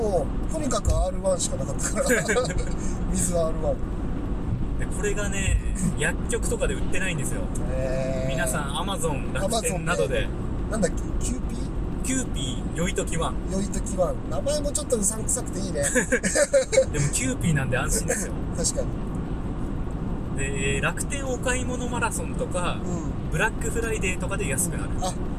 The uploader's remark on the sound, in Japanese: 函館ドライブ収録。はじまりと再会の地、函館に向かう道中で、オフライン収録！